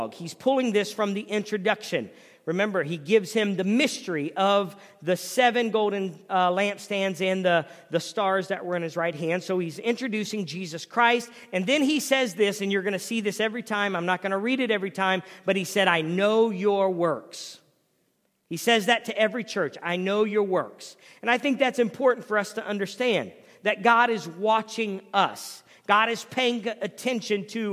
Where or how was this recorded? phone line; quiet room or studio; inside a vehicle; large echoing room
large echoing room